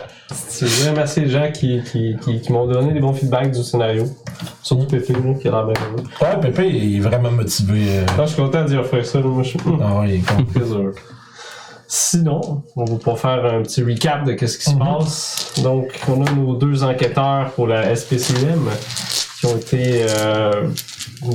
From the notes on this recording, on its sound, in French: Vous remarquerez que nous avons eu quelques problèmes de son pour cet enregistrement.